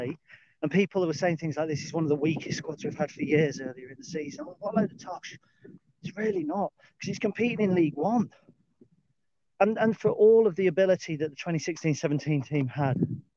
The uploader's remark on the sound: Dog Walk Special 11. A dog walk special.